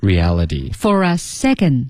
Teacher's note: 大家注意没有那个 reality 它那个 t 已经变成了 d